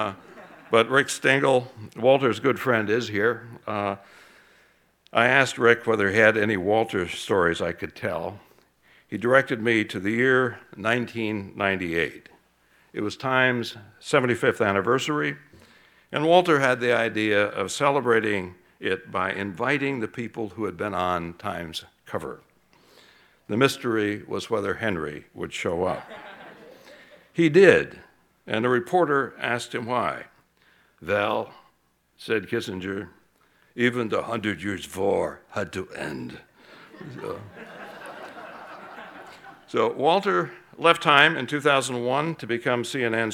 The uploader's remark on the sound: keynote address from the 2016 Goldsmith Awards in Political Journalism ceremony